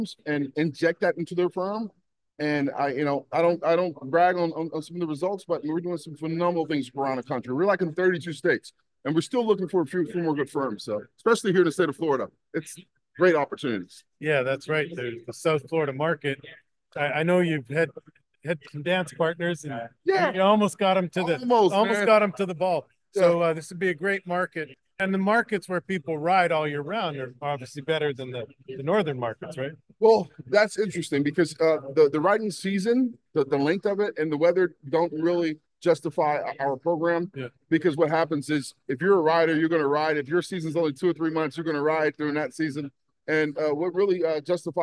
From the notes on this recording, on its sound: Live from the 2024 National Trial Lawyers Summit.